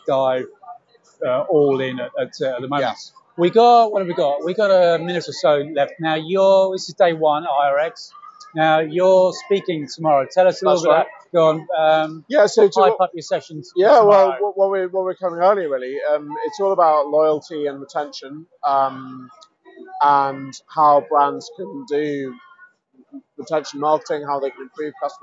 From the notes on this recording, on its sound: at the Internet Retailing Conference